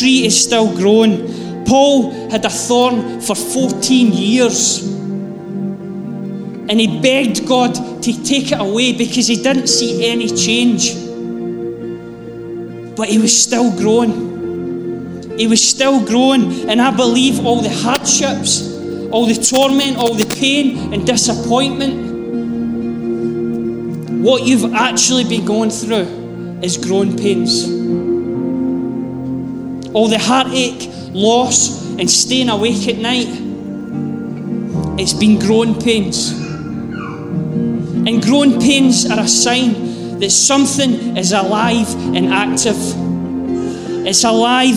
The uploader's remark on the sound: Live from our Sunday gathering on 23.